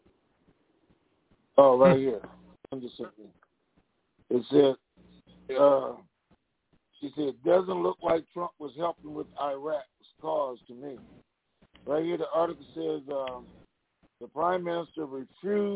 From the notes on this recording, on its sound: TNTSuperfantastic Conference Call - Friday, May 28, 2021